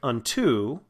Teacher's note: that second part of the word is more stressed than the first part